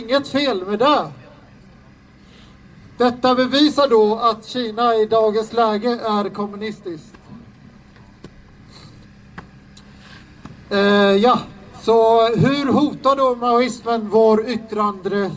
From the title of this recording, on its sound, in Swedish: talar på Mynttorget 3 februari 2019